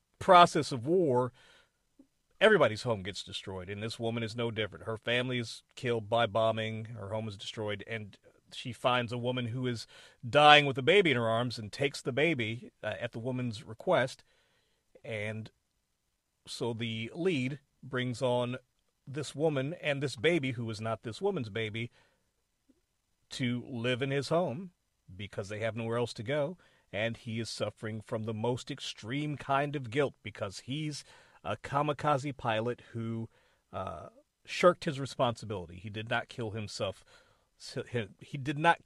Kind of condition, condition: setting, inside a vehicle